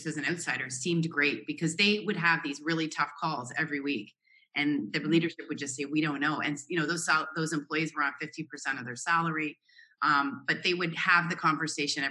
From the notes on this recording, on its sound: Zoom chat. Who is located in Jeddah.